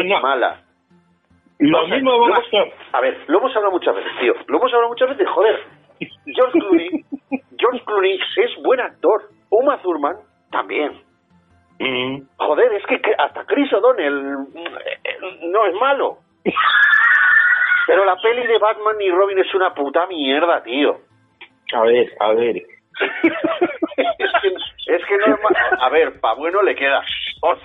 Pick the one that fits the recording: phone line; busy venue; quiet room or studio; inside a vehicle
phone line